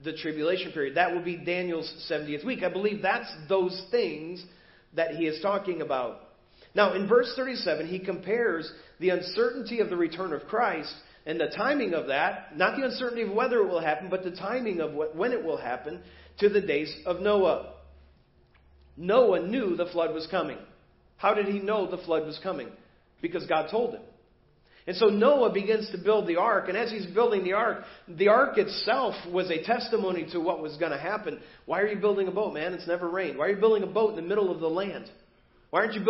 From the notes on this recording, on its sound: Preached at First Baptist Church of Hazel Park